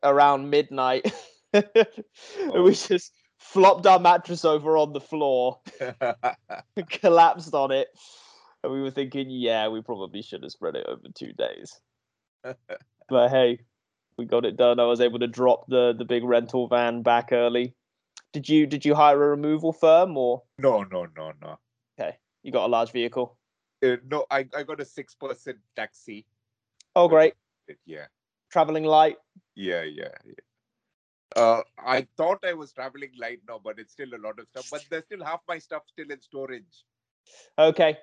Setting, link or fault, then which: link, video call